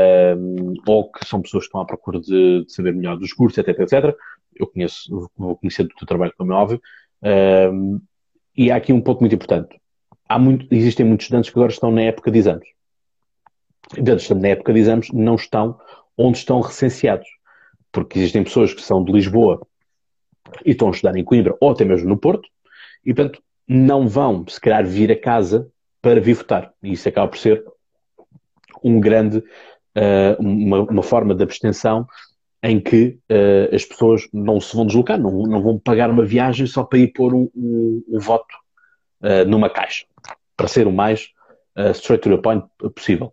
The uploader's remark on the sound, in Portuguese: Neste Live do Instagram